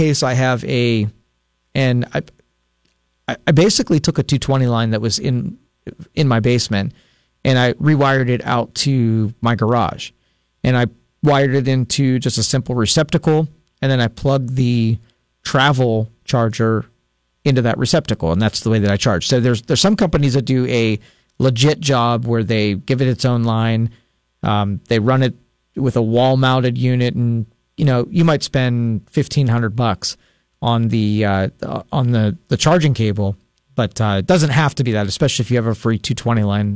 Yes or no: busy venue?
no